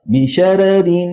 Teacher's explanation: الراء الأولى مرققة مع كونها مفتوحة، والثانية مرققة لأنها مكسورة